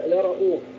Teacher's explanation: الهمزة هنا مضمومة بعد فتح فيكون فيها التسهيل بينها وبين الواو